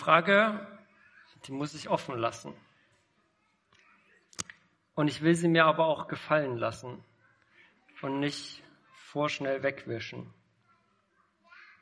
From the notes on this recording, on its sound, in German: Predigt im Rahmen des GreifBar+ Gottesdienstes.